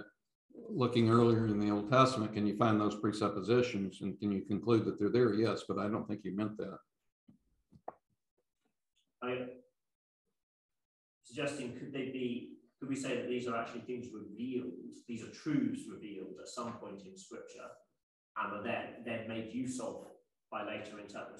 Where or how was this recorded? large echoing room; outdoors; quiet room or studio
large echoing room